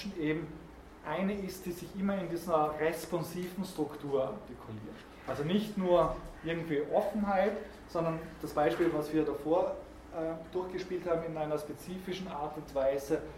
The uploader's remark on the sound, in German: Diese Vorlesung wurde von Studierenden aufgenommen